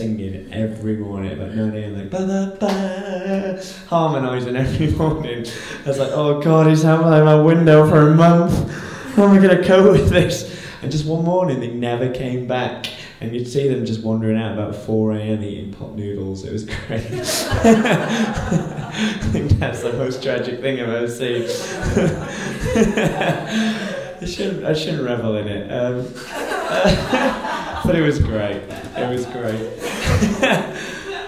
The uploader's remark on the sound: This episode was recorded as part of our 11 day run at PBH's Free Fringe at The Edinburgh Festival. This episode was recorded downstairs at The Fiddler's Elbow.